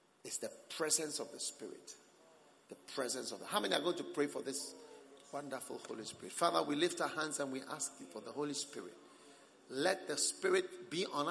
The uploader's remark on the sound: Preached at the Christmas Service.